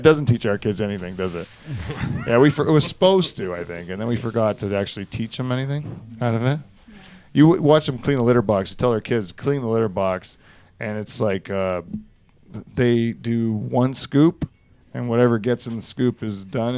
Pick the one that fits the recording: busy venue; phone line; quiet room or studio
busy venue